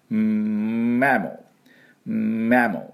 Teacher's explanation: これ M ですから、唇しっかり閉じてね